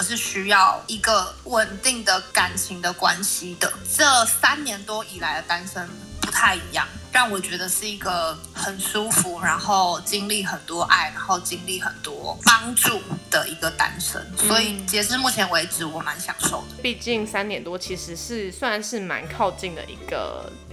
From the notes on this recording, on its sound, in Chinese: 本集因收音問題，可能會出現較大氣音，請見諒。